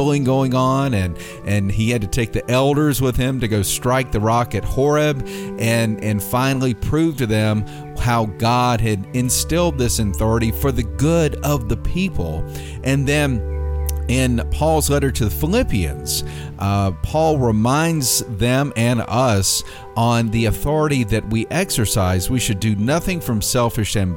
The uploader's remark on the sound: This Sunday, Our Savior worshipped outdoors for the annual Blessing of Animals.